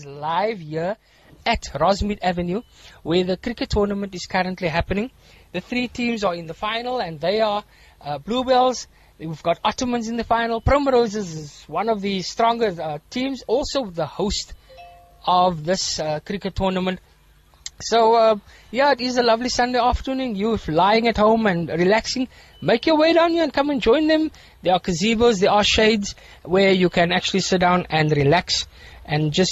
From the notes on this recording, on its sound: ROSMEAD SPORTS FIELD OUTSIDE BROADCAST. Voice of the Cape Live Broadcast. Covering the T20 Cricket at Rosmead Sports Field.